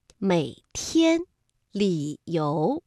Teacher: 把那三声啊稍微降一点，因为大家知道三声我们在读音的时候呢是先降下来然后再扬上去，买，它是一个 V 字形的读音。那么现在呀，我们这 V 字不能完全降下去了，而是降到一半就可以了。每天，理由，大家听上去啊觉得变化不那么明显，对不对？因为前面这个字呢我们变得不多，只降了一点。好，下面呢我们再来简单的梳理一下一和不